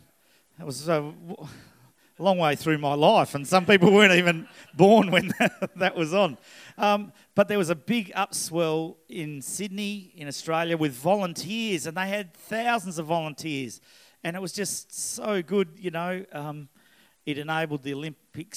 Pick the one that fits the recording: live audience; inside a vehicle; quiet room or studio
live audience